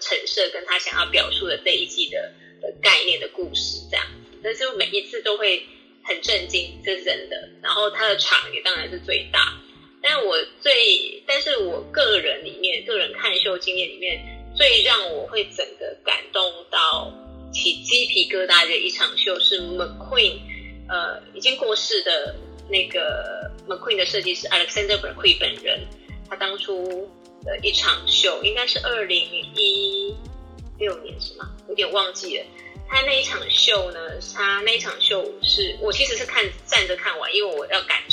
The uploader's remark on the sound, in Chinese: 本集採線上錄製